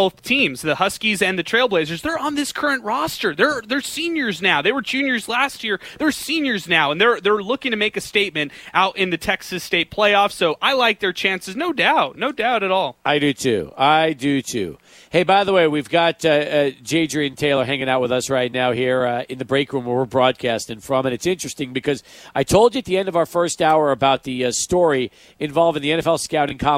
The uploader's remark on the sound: SportsTalk Live at the Desert Institute of Sports Medicine